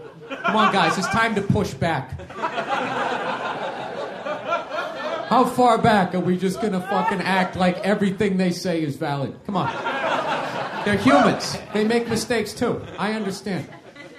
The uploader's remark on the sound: Recorded March 16th at Esther's Follies in Austin, Texas for South By South West Interactive 2015.